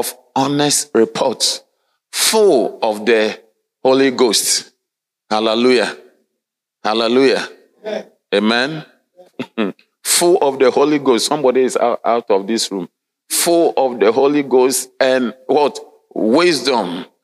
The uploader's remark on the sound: Sermon delivered on Sunday, September 17, 2023, at LCI Mega-Church in Cape Town, South Africa.